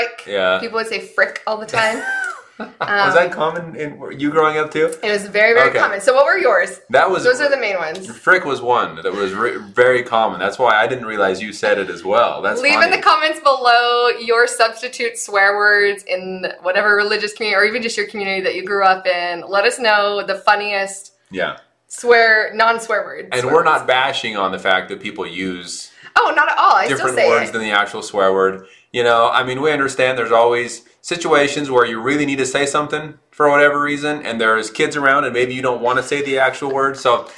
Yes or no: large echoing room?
no